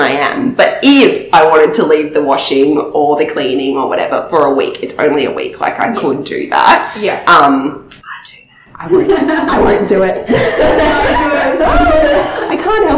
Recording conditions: poor microphone